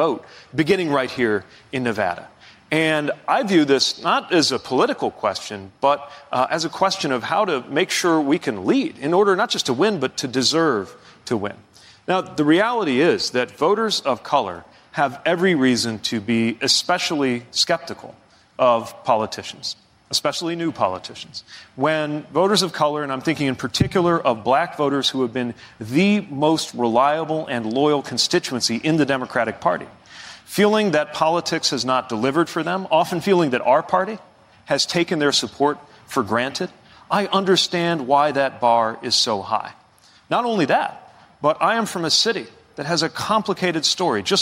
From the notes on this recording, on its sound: Answers questions from voters in Nevada during a live town hall. In Las Vegas.